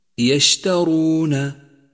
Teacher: ترقيق الياء وتفشي الشين وترقيق التاء وتفخيم الراء الزرقاء وترقيق الواو والنون